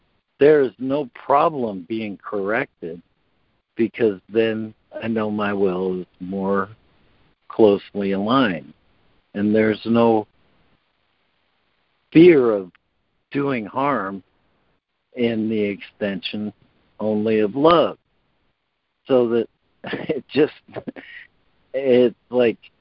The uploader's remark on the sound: ACIM Daily Conference Call.